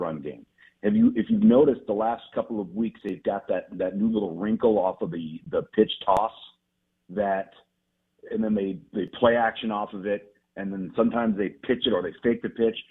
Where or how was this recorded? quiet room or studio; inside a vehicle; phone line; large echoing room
phone line